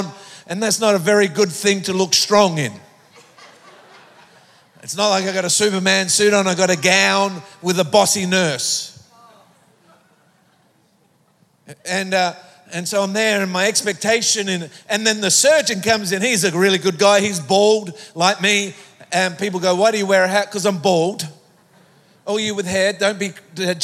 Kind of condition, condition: setting, live audience